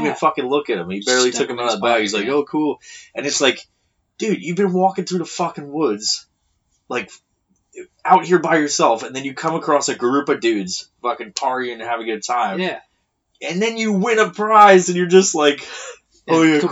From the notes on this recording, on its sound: please excuse the poor audio quality